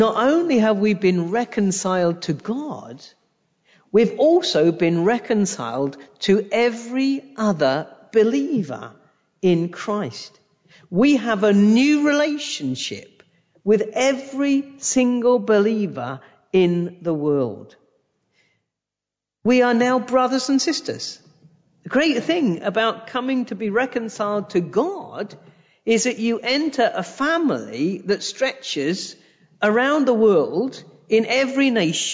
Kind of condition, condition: setting, large echoing room